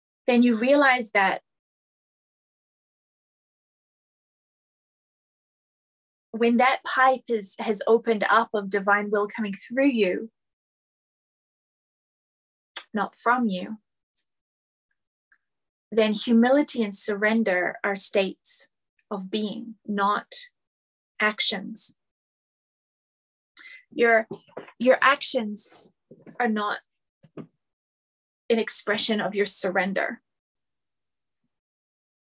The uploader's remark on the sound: This was a bonus lecture from Roots and Wings recorded during a Venus Retrograde in Leo Season, July 2023.